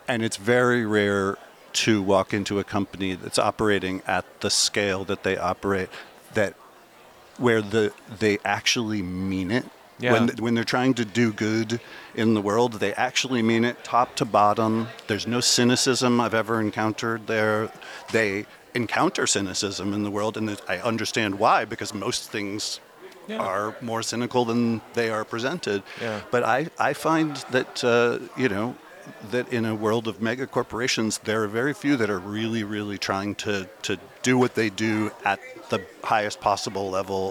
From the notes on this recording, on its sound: Recorded live at Advertising Week New York 2023